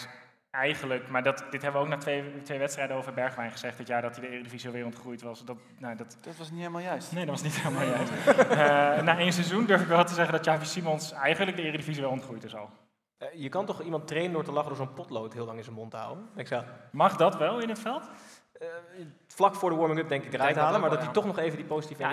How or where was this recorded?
live audience